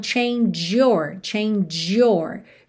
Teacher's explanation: tem esse sonzinho ch, tch no final, com your